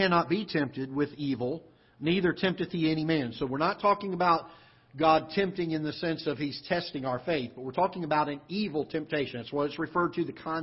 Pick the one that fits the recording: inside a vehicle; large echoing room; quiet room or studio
large echoing room